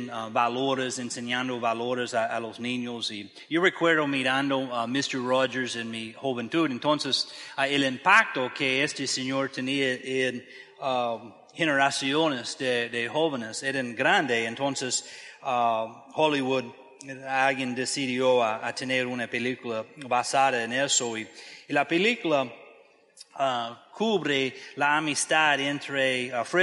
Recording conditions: large echoing room